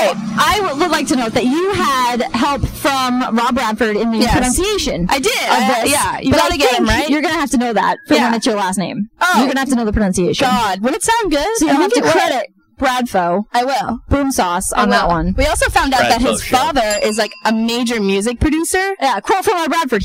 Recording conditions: inside a vehicle